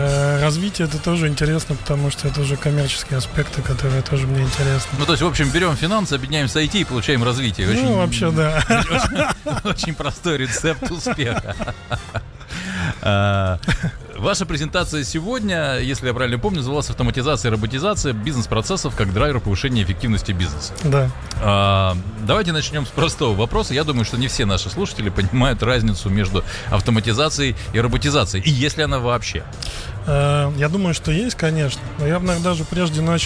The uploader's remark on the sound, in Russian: Делимся свежими записями интервью с конференции TECH WEEK-2023!